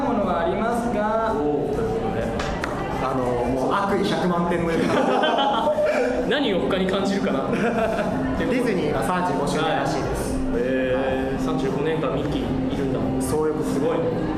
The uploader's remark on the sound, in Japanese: 公開収録1日目の模様。3人で慣れない状況でおしゃべり。